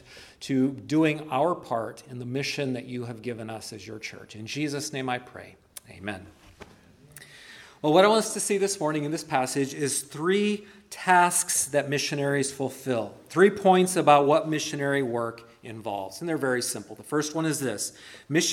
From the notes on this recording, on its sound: Preached at Christ Our Savior Baptist Church.